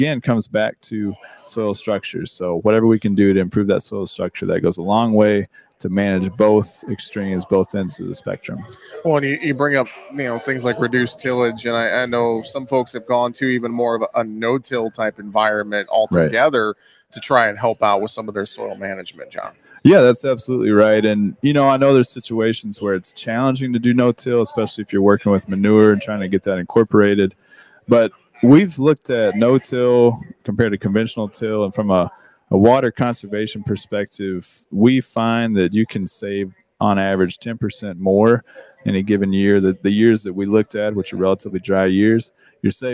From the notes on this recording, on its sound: we broadcast live from Day 1 of Dakotafest in Mitchell, SD